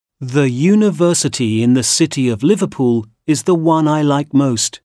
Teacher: The word university is pronounced with a y at the front